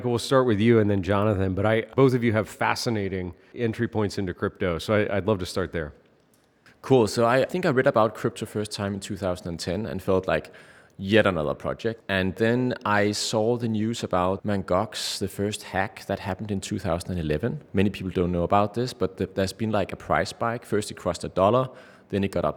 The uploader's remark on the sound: live from New York City at Chainalysis Links Conference